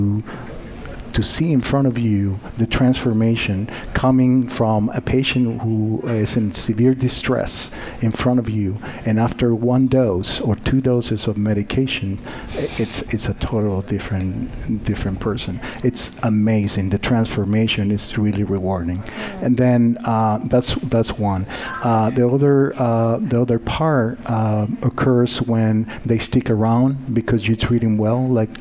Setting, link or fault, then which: setting, busy venue